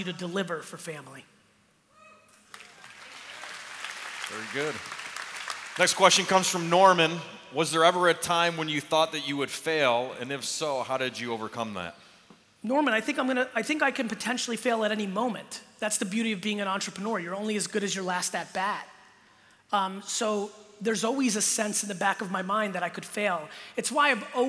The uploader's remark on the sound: Keynote in Sydney